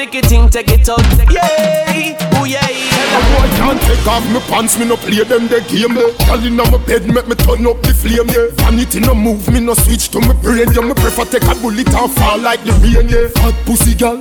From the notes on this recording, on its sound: live from fayrooz 2019